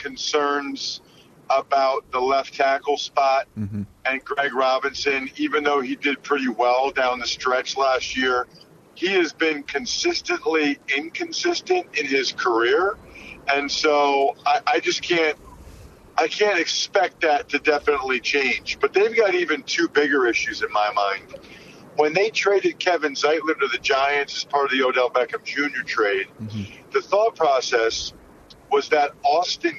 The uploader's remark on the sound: They are also joined via phone.